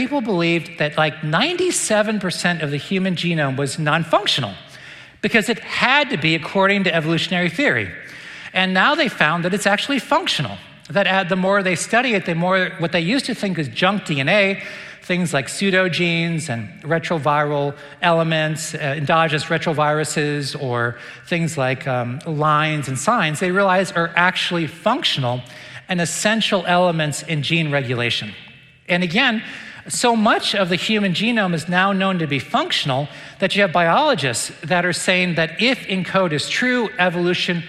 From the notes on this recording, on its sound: recent lecture at the Dallas Conference on Science and Faith